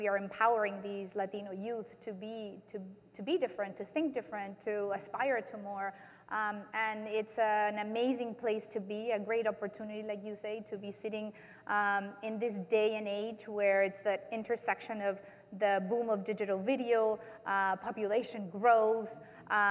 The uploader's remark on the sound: In front of a live audience at Upfront Summit 2016.